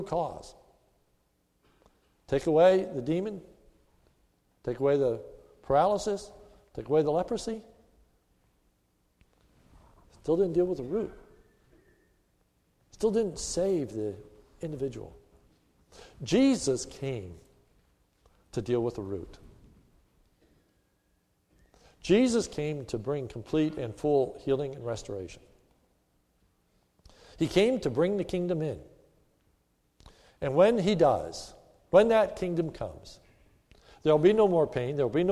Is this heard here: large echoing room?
yes